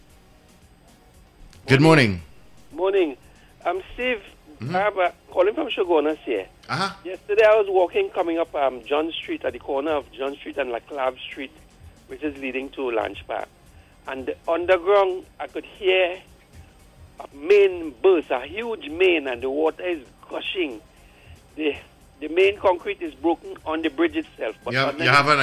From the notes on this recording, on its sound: During this hour we take calls from our audience